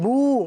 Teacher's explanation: पेश में शुरू से ही होंठ गोल हो रहे हैं